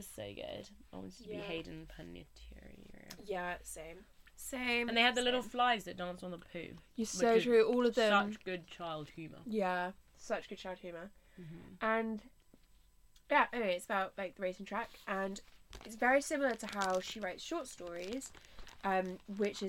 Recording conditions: background noise